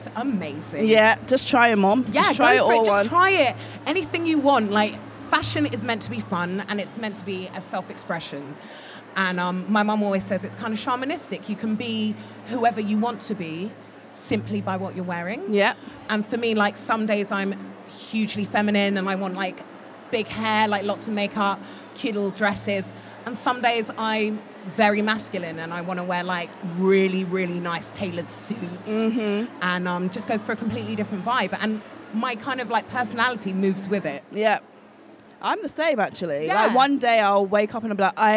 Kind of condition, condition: setting, busy venue